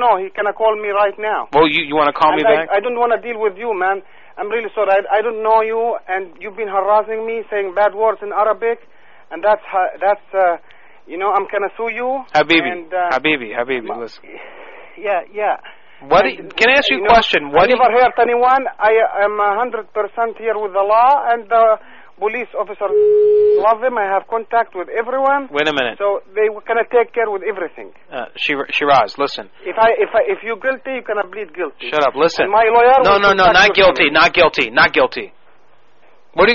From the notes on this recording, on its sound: Personal Prank Phone Calls Collection.